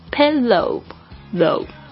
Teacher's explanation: OW 的这个声音是一个双元音的，所以那个嘴巴要嘴型要圆。